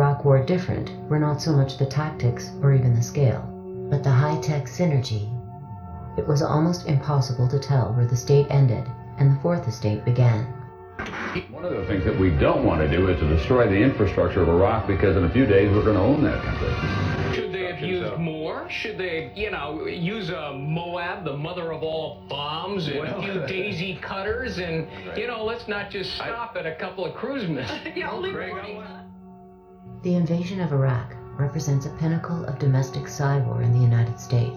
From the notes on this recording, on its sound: I tried to make the audio sound better, but unfortunately, at the time i did not have a good mic, and some of the buzz couldn't be taken out.